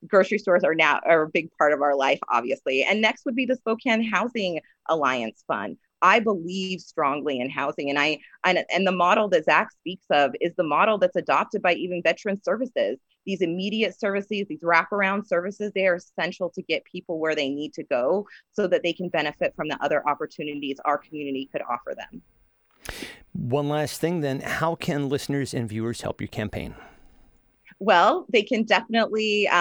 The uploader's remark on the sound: Join us for this conversation that was recorded live on Zoom.